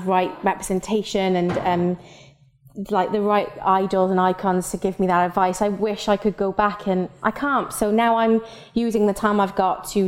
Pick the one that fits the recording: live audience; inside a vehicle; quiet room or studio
live audience